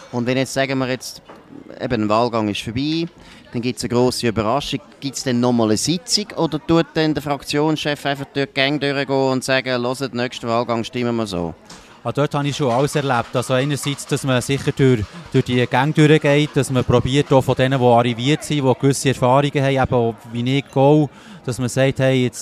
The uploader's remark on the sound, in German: Bern einfach Live aus der Bellevue-Bar